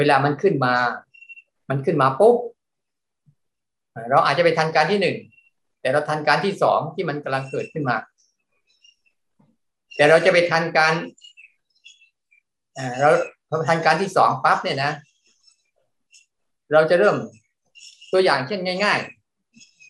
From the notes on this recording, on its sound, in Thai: คอร์สออนไลน์ (ผ่านโปรแกรม Zoom)